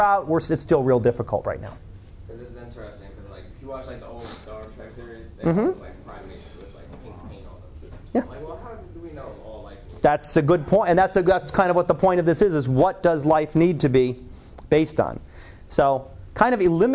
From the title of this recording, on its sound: Live Class Lecture